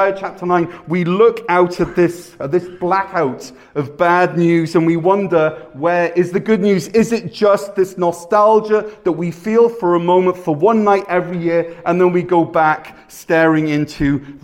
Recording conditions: large echoing room